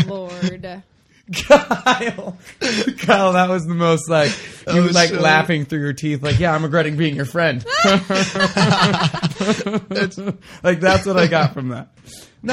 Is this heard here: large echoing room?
no